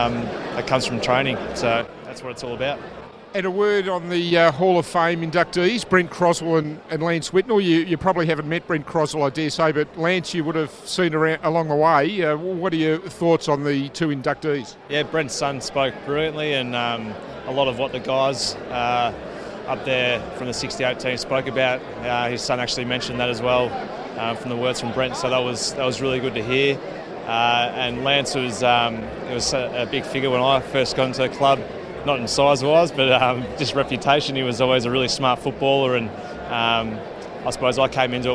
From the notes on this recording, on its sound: Speak to several Blues greats from the Carlton Hall of Fame and 1968 Premiership Reunion event at Etihad Stadium.